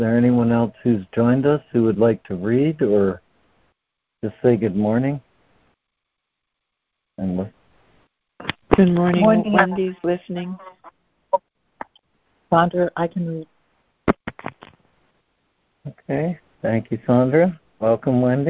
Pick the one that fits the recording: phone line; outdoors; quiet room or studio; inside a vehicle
phone line